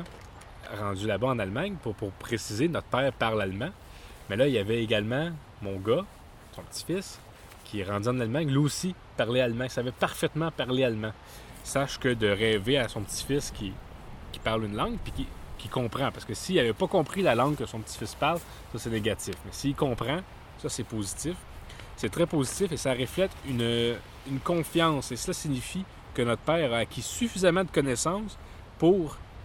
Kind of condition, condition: setting, outdoors